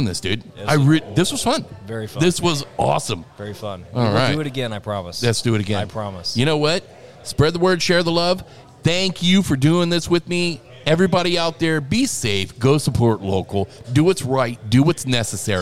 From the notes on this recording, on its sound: Live from The Goat Brewing Company in Lee's Summit, MO